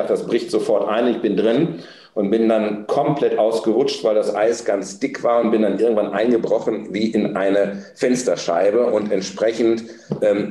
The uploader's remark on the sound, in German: turi2 Clubabend im Maschinenraum von Storymachine